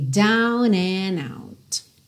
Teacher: Você pode juntar tudo nos N's aí, ok?